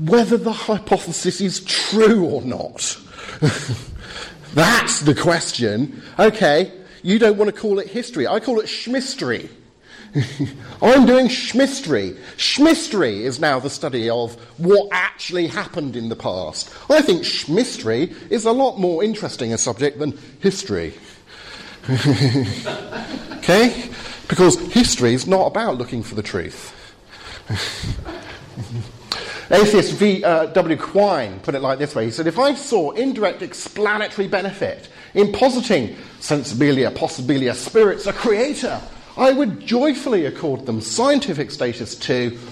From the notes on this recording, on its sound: Talk with Q&A from Highfield Church Southampton's 'Reasonable Faith?' course, Spring 2015.